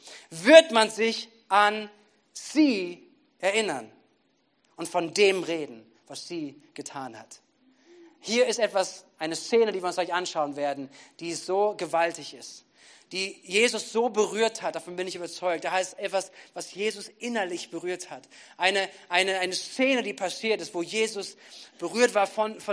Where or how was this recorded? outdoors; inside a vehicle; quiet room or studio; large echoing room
large echoing room